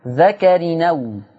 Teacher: نقل فتحة الهمزة إلى التنوين. فلما نقل الهمزة الحركة بتاعت الفتح اللي على الهمزة وتروح للتنوين فتبقى نون، ها تبقى نون مفتوحة.